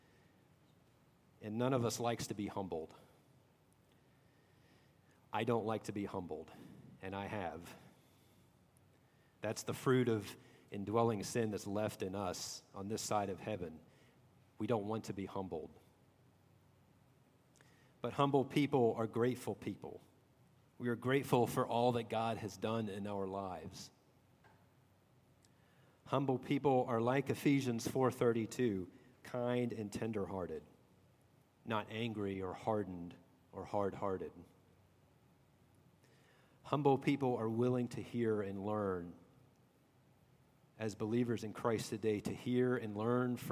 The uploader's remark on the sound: at Redeemer Presbyterian Church in Charleston, SC